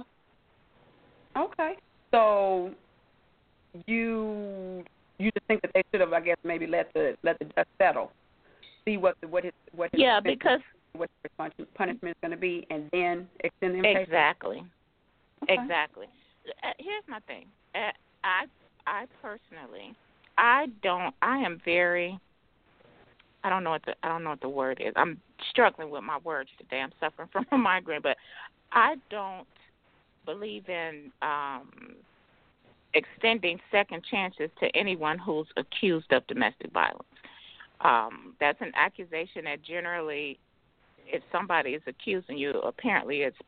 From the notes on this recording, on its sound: your phone calls, comments, questions and more